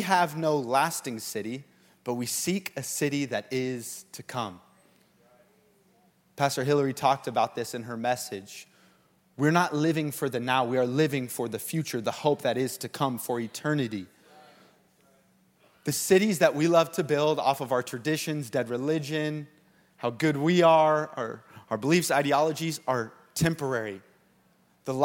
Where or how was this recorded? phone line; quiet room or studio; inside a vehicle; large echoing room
large echoing room